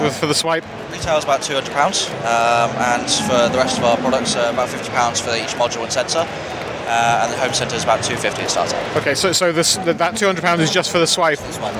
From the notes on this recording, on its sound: Fibaro Swipe at Gadget Show Live. The second of my smart home interviews from Gadget Show Live comes from Fibaro and their “Home Intelligence”.